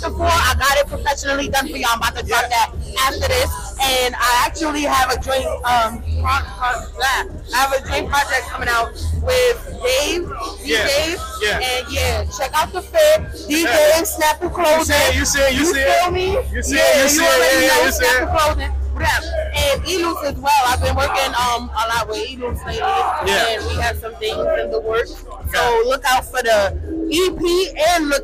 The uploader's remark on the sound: live at the Military Grind Ten Tape Concert